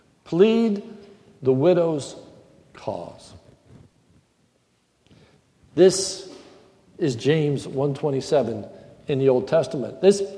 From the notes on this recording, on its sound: This is a sermon recorded at the Lebanon Bible Fellowship Church in Lebanon, PA on November 1, 2015 during the morning service